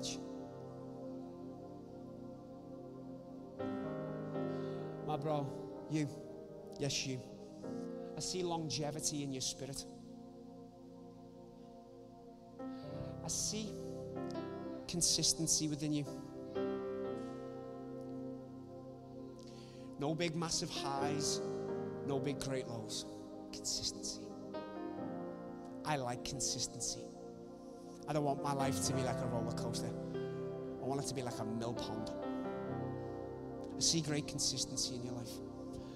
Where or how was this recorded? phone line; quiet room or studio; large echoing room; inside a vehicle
large echoing room